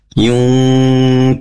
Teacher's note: ini nun sukun bertemu huruf kaf, itu juga dibaca gunna.